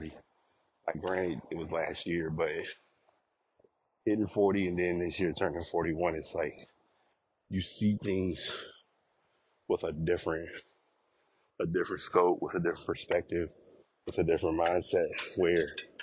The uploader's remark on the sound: Walk recording